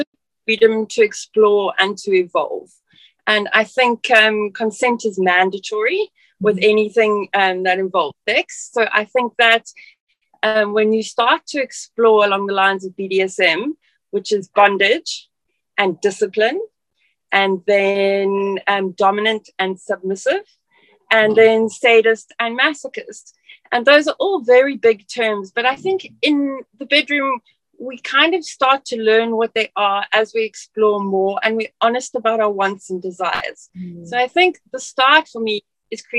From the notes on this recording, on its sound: As our Zoom call began